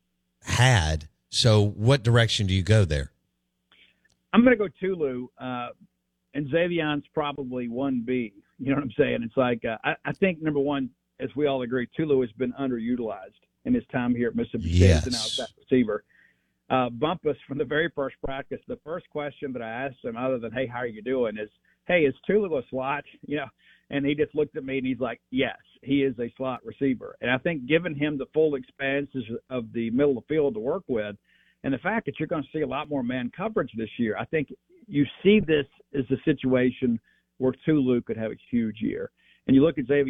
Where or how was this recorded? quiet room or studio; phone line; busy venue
phone line